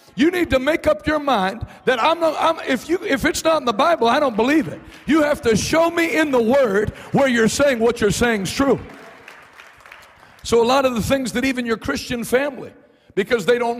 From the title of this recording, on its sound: LIVE in Harlingen, Texas: Night 1